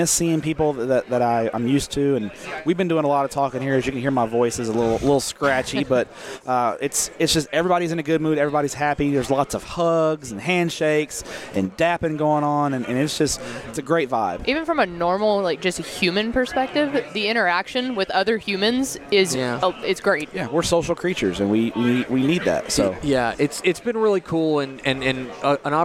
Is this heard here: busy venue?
yes